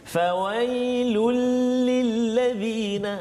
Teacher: jadi kena jelaskan bunyi tanwin itu masuk dalam lam. Jadi seolah-olah macam hilang satu baris seolah-olah lah contoh hmm, hmm, hmm, di seolah macam tak ada satu baris jadi yeah.